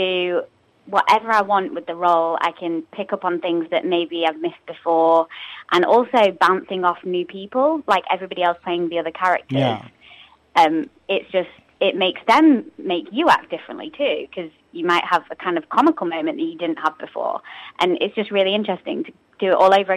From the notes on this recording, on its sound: is joined on the phone